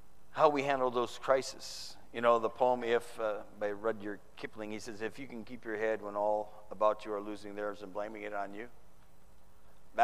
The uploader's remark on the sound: Preached in the 2013 San Antonio TX Conference